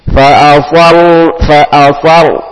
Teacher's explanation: ini agak tebal huruf ro-nya